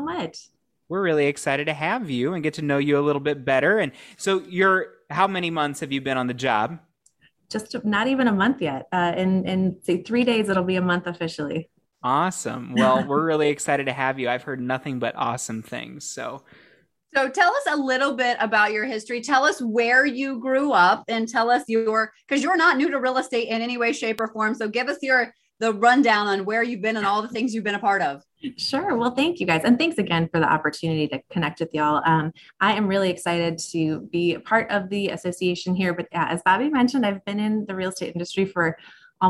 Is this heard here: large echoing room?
no